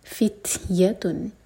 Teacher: آگے ہے انہم، نون پر غنہ، فتیتن، تا پر ہمس اور ساکن کے بعد یا ہے تو یا پر زور دیا جائے گا